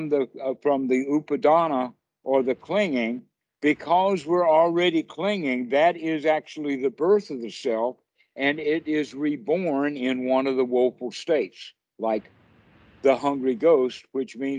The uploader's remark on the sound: skype calls